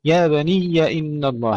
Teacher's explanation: الياء مشددة ليس فيها مد